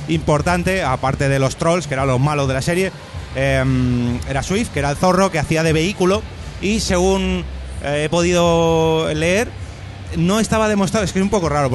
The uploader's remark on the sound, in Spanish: Directo #japanweekend. Hoy os traemos el episodio que grabamos en la pasada JapanWeekend de Madrid.